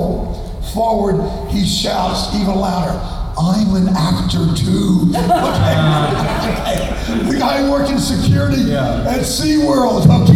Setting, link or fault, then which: setting, live audience